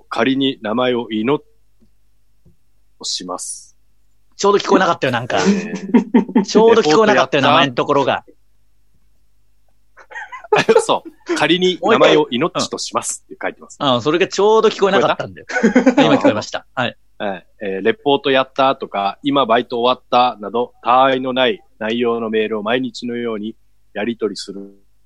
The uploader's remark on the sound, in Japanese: 今夜も2度目のリモート配信